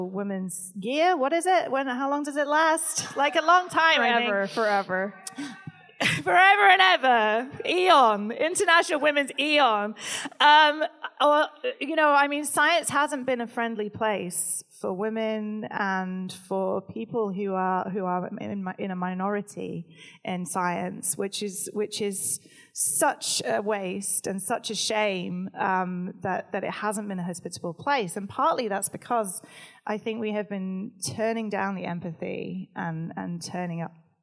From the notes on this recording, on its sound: LIVE at Much Different Showcase. Recorded at the Much Different Showcase in Brooklyn, New York with a special audience Q&A.